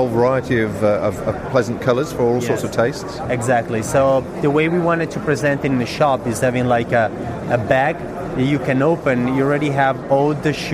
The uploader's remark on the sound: recorded at the recent Outdoor Show in July 2014 at Friedrichshafen in Germany